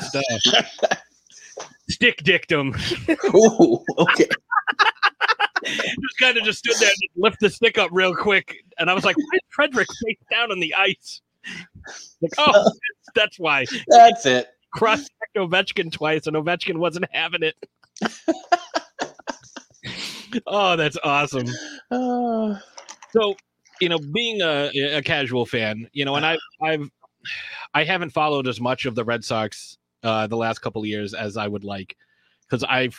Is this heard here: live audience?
no